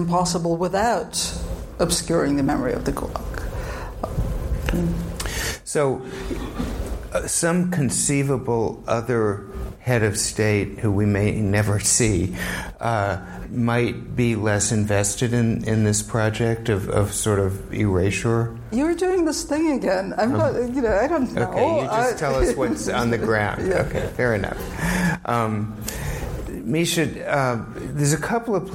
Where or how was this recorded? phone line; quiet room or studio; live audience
live audience